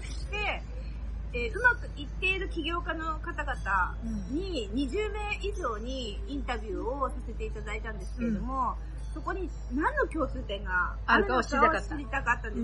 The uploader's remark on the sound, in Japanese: 室外での収録のため、大変聞きずらいと思いますが